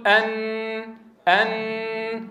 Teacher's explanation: تخرج غنة ولا يخرج صوت النون، لا بد من الاعتماد على هذين الجزئين لإنتاج صوت النون. إذن النون تخرج من طرف اللسان مع ما يحاذيه من اللثة تحت مخرج اللام بقليل